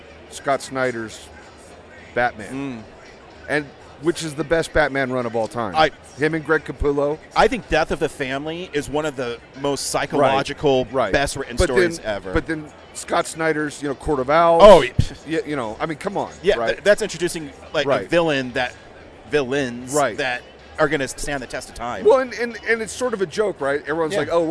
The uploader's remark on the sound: at Denver FanExpo 2022